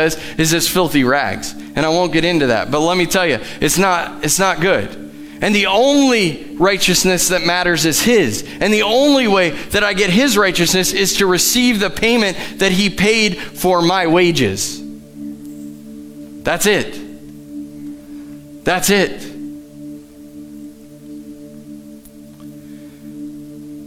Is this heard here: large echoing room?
yes